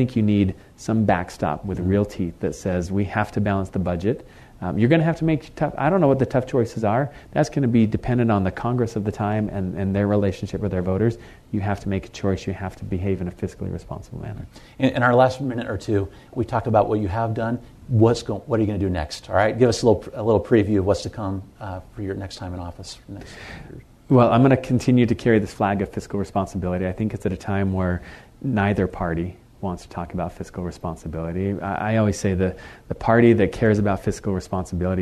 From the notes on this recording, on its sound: This episode is part two of a WashingTown live event.